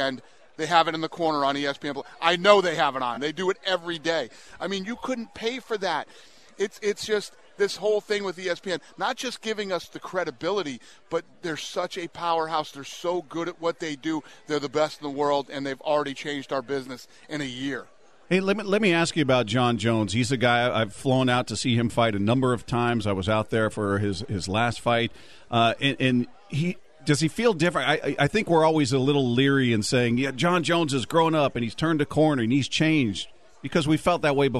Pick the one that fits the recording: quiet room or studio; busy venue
busy venue